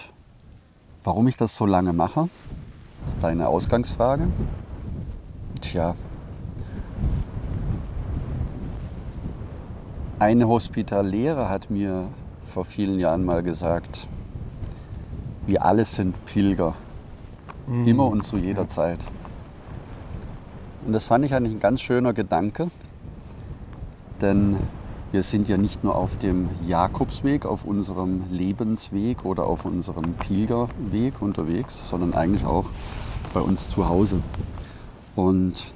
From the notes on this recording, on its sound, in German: Live unplugged vom Camino Primitivo. Heute live vom Camino Primitivo.